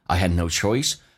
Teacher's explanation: Had 的 D 不发音 · Term: 略音